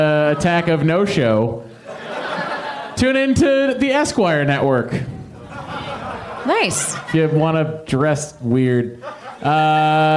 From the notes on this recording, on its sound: Live from the American Comedy Company in San Diego